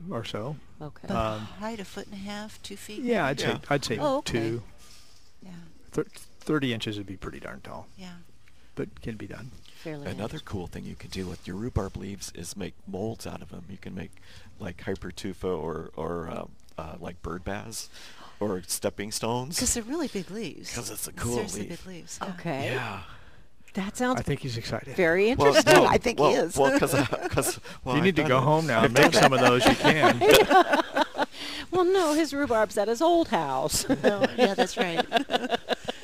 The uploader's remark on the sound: Live at Prairie Gardens